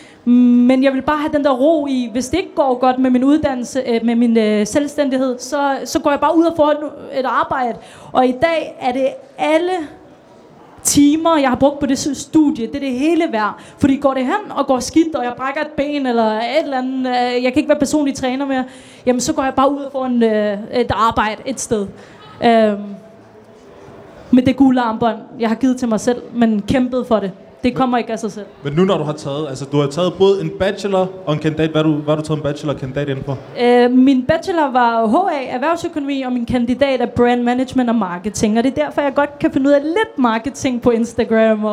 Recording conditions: busy venue